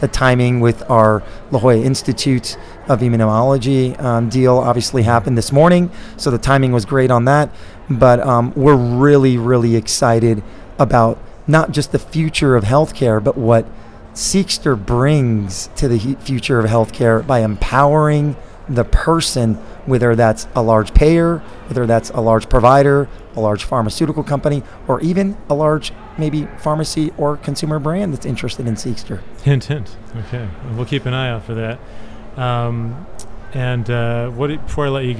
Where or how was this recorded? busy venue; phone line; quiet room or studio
busy venue